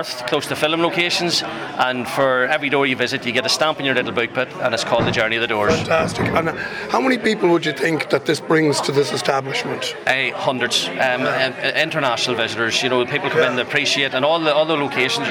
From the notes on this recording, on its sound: joined on a walking tour